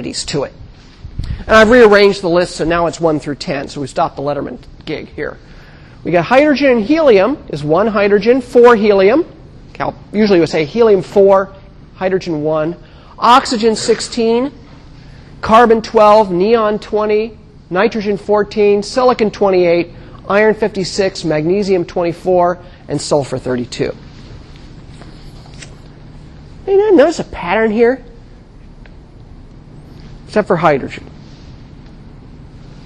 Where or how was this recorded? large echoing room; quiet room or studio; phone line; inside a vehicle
large echoing room